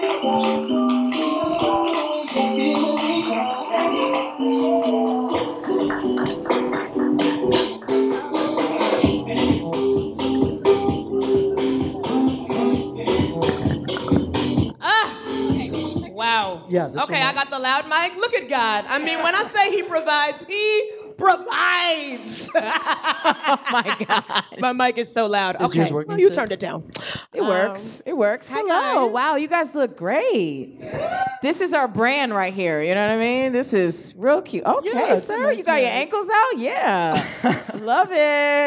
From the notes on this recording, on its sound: LIVE at Housing Works Bookstore Cafe.